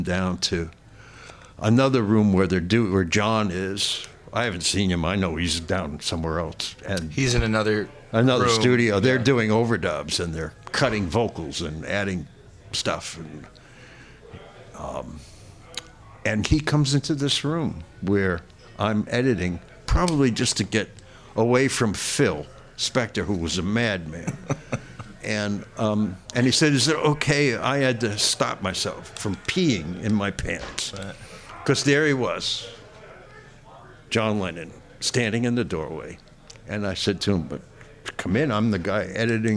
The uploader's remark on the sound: at a live event at Gman Tavern